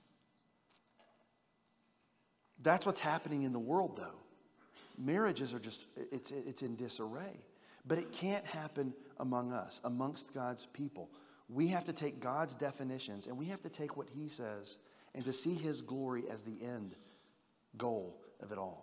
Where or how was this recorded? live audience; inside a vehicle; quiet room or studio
live audience